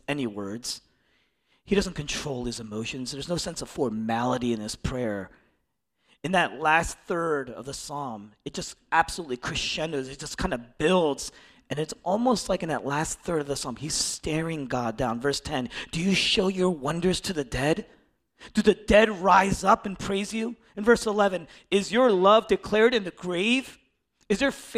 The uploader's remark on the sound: originally preached in East Falls, Philadelphia